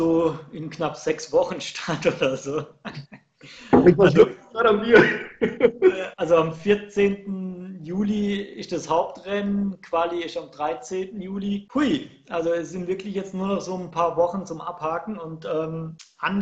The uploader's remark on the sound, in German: Die Audioqualität ist leider am Anfang nicht gut - erstes Mal Skpye Podcast versucht.